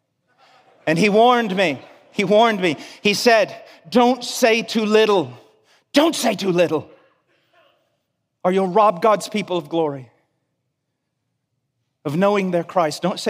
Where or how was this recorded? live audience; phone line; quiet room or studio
live audience